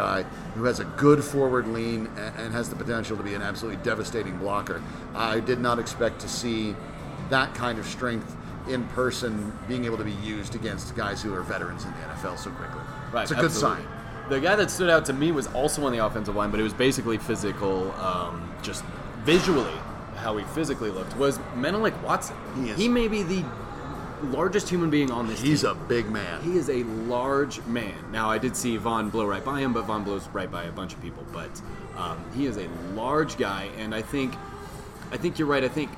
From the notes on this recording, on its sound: Recorded live at FanDraught in Parker, Colorado.